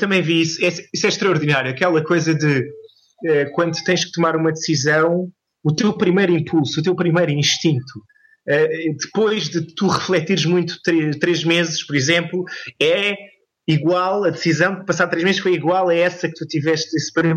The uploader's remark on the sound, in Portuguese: Vivia em Portimão, e aí volta o Skype a entrar em acção. Emprestou o computador ao pai, conseguimos estabelecer contacto. Normalmente este tatear dos convidados é feito pessoalmente, antes do gravador estar ligado, mas no Skype perde-se essa ambientação.